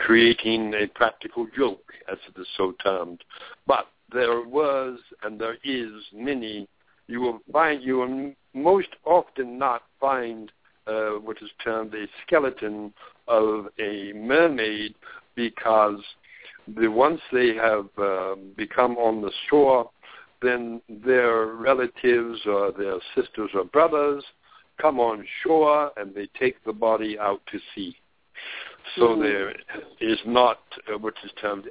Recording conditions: phone line